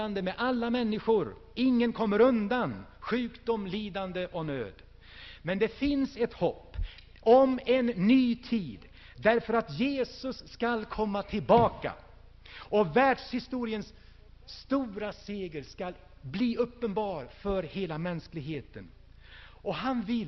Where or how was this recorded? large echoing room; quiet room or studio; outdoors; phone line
large echoing room